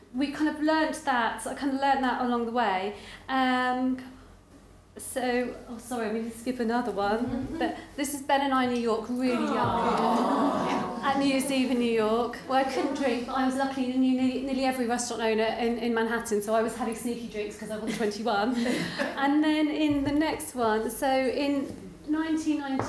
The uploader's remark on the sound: This is a podcast recorded live at the 9% Event in Brighton.